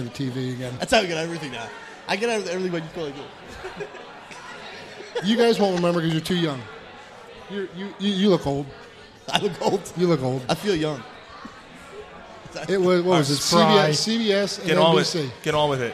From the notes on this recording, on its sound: broadcast live from The Greene Turtle in North Wales, PA